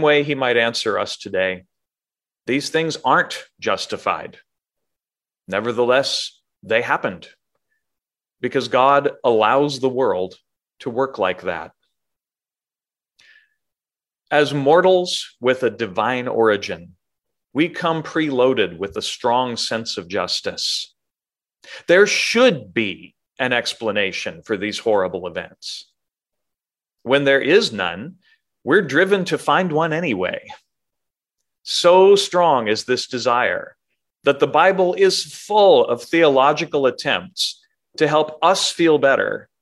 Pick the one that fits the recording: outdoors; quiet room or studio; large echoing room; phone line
large echoing room